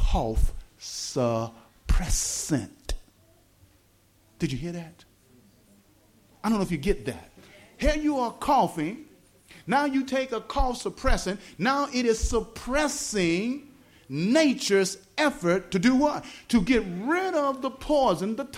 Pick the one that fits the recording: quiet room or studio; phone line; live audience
live audience